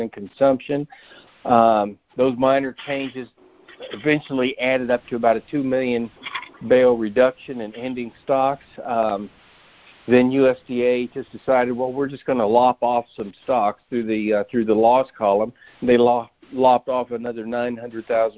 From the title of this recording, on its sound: Monthly Conference Call